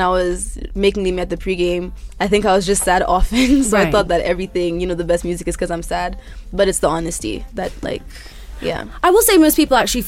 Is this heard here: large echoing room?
no